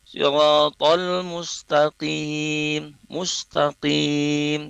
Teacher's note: untuk melafazkannya qaf yang kasrah itu tipis. Siratal mustaqim, mustaqim, ya, dia kasrah, dia apa, posisi bibir kita itu nyengir, nah, seperti itu ya kurang lebih.